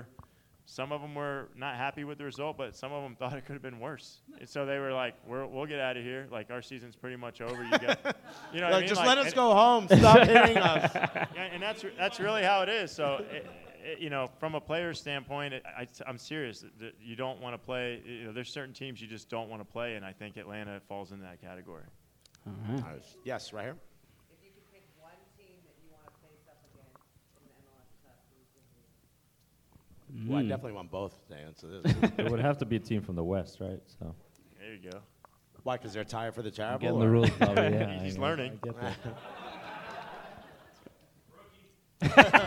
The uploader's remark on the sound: Live Podcast at Red Clay Comedy Festival. This episode was recorded live at Argosy in East Atlanta Village.